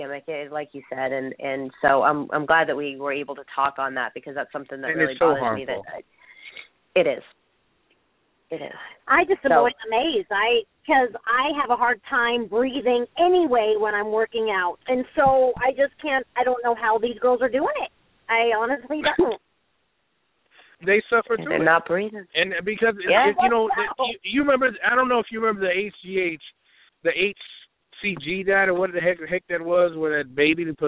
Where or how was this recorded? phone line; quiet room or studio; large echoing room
phone line